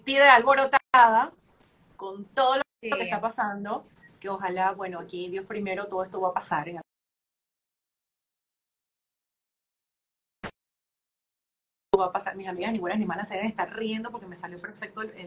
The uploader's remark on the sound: IG Live